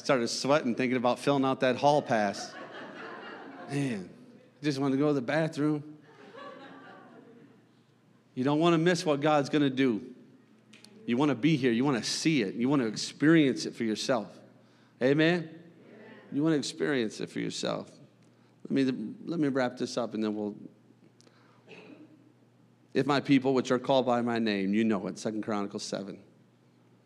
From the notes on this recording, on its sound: a service recording from Connect Point UPC